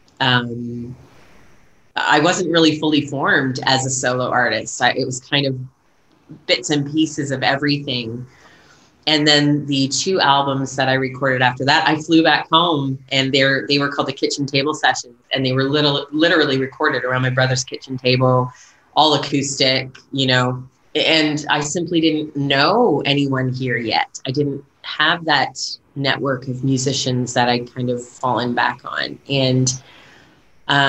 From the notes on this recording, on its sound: This conversation takes place over Zoom. In New Zealand, where she’s been living for nearly two decades.